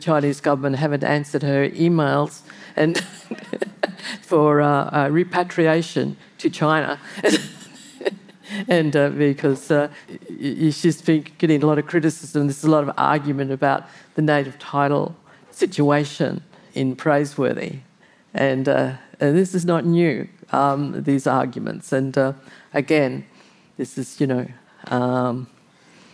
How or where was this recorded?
live audience